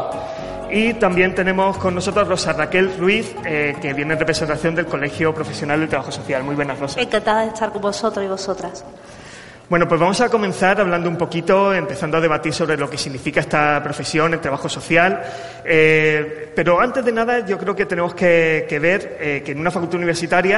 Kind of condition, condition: setting, large echoing room